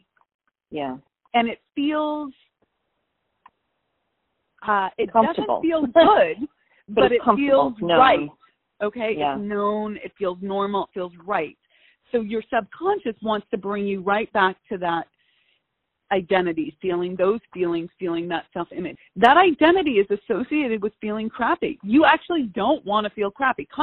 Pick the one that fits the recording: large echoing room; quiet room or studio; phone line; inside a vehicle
phone line